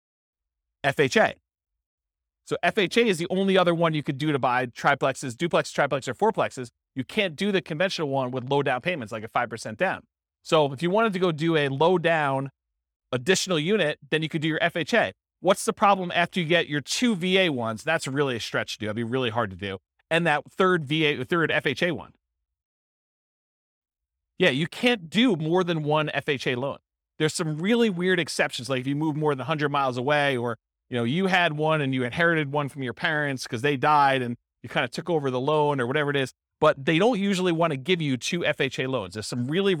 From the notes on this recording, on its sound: This was a live class recorded